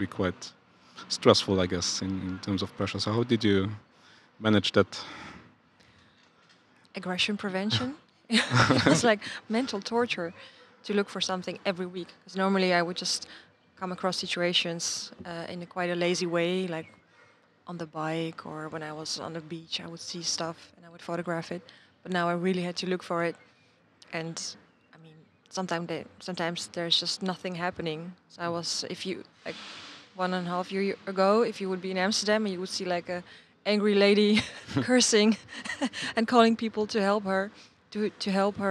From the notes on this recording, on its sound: This year’s Luxembourg Street Photography Festival. In a casual talk outside the Rotondes in Bonnevoie.